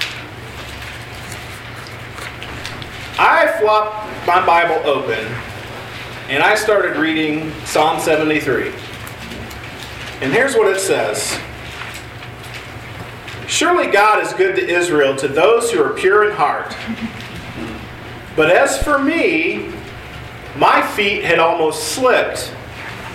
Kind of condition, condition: setting, live audience